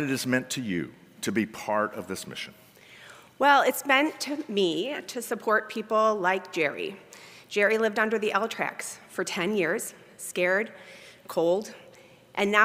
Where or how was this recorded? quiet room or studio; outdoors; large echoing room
large echoing room